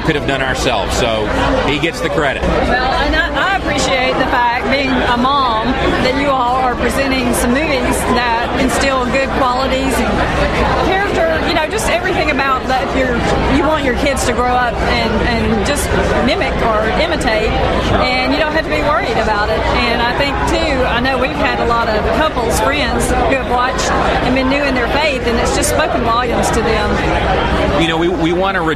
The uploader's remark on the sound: K-Love Music Fan Awards Red Carpet Interviews – Nashville, TN